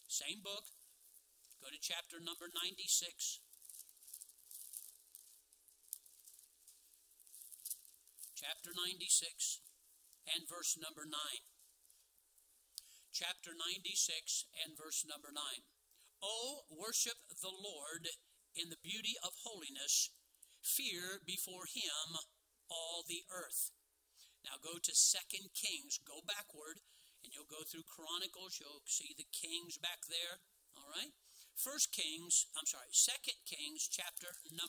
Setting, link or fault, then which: setting, large echoing room